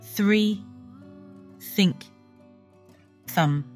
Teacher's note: English has two th sounds, voiced and unvoiced. The unvoiced th sounds like you're blowing air between your teeth.